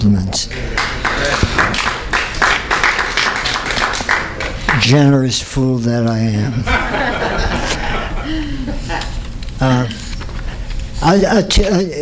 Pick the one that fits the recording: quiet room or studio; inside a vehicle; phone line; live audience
live audience